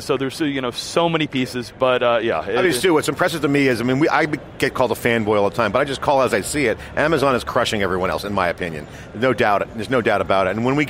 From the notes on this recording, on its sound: live from re:Invent 2017